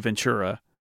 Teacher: I would do the ch sound. I would do Ventura, almost like it's V-E-N-C-H-U-R-A, Ventura, a little bit, instead of Ventura.